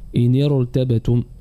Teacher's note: وكذلك إذا كانت الكسرة ليست أصلا، أي إذا كانت الكسرة التي سبقت الراء كسرة ليست أصلية تكون متصلة بها وهي كسرة ليست أصلية، فهنا تفخم الراء لضعف الكسرة العارضة ولزوالها كذلك